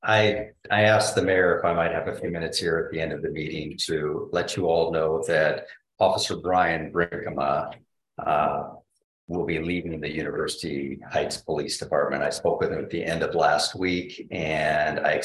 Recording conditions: video call